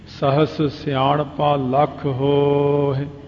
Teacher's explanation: ਹੋ ਲੰਮਾ ਕਰ ਲਓ, ਹਾਏ ਦੀ ਸਿਹਾਰੀ ਆਪਣੇ ਆਪ ਹੀ ਬੋਲ ਜਾਂਦੀ ਹੈ, ਉਹਨੂੰ ਕਹਿਣ ਦੀ ਲੋੜ ਨਹੀਂ ਪੈਂਦੀ ਹੋ ਹੈ।